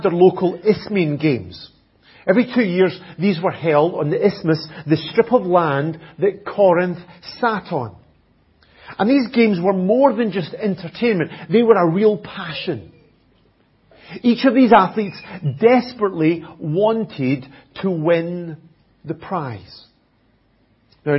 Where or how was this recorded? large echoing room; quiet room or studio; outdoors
large echoing room